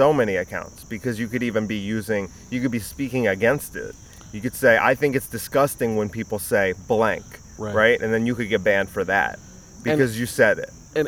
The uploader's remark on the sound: This is the last episode I'm doing outside I promise. Too much ambient sound, really annoying.